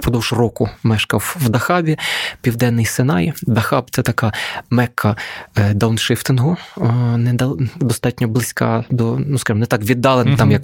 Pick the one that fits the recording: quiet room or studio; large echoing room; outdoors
quiet room or studio